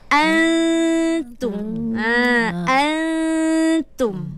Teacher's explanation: kekalkan dengung tu. Cuma kita buangkan nun tu. Kita tak nak ada sebutan jelas pada nun. · Term: ikhfa